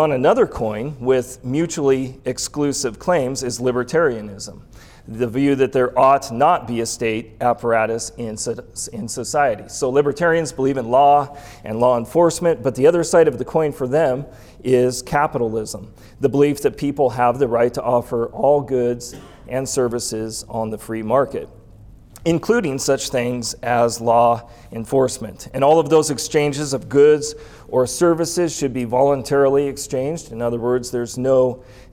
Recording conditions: live audience